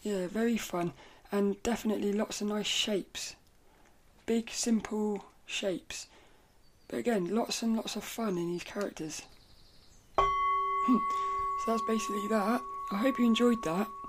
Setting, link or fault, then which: fault, sounds in the background